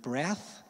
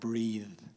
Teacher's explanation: your teeth and your lips and your tongue are in the same position with th as they are with th, but the only difference there is how you voice that consonant